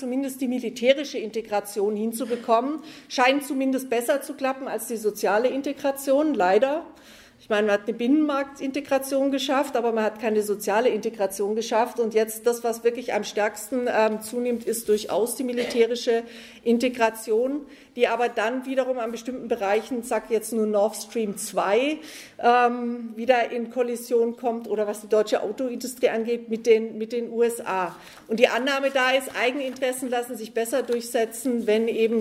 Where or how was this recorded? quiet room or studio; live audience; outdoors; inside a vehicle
live audience